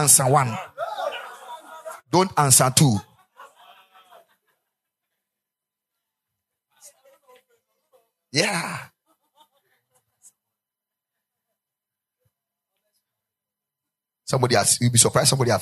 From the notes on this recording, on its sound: Preached at the Ekklesia Chapel